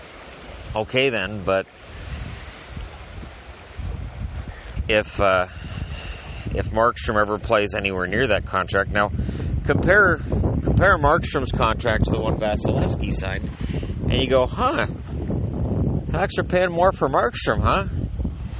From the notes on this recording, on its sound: I figured one last podcast from the lake might be fun, so I started recording.